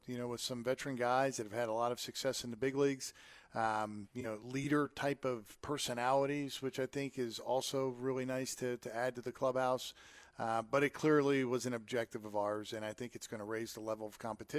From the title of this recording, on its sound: live from Royals Rally